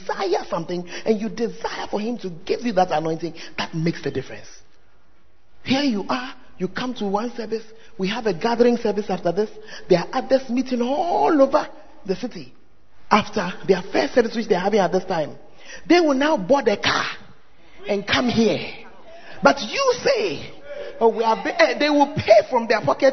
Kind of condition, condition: setting, large echoing room